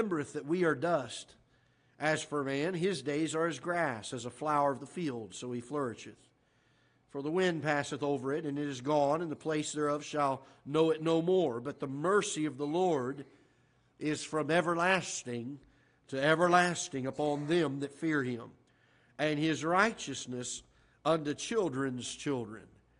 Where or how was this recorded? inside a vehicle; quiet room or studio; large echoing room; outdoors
large echoing room